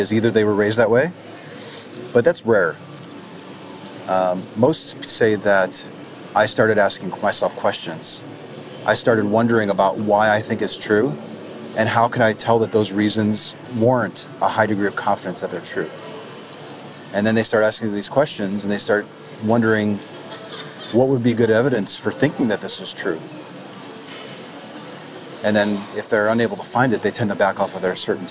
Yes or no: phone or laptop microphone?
yes